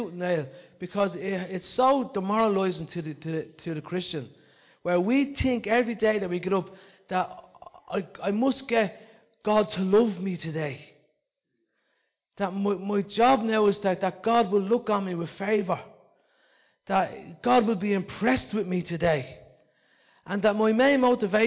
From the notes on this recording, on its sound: Recorded live in Liberty Church in 2019